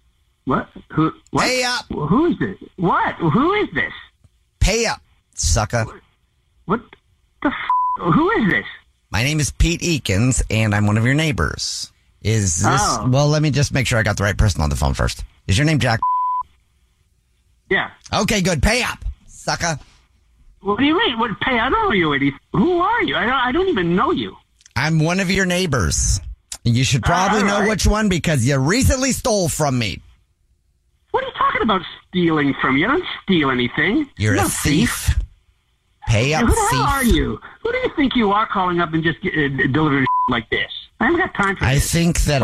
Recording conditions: phone line